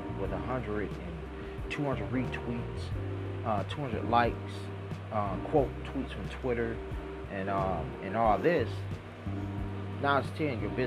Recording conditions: sounds in the background